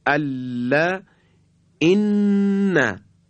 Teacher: این حرف از تماس نوک زبان با بخش عقب لثه استالون دندانهای صنایعی بالا هست، کمی جلوتر از مخرج لام میشه · Term: حرف نون